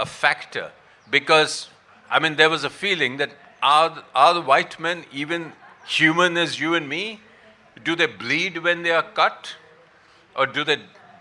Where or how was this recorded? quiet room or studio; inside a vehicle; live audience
live audience